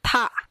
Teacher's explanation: huruf ta seharusnya ada udara saat pelafalannya ta, bukan ta.